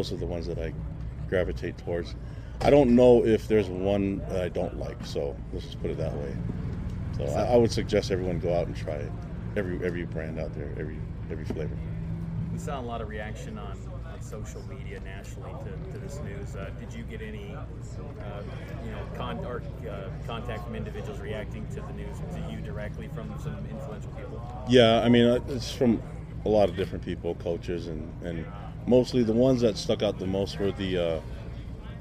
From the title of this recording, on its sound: Built Bar NIL Press Conference